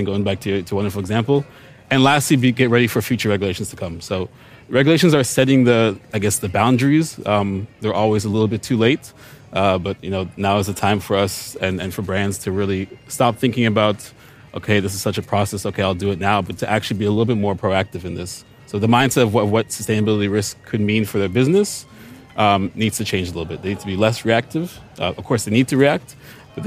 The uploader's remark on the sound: 202030 – The Berlin Fashion Summit’s panel on Transparency in Value Chains.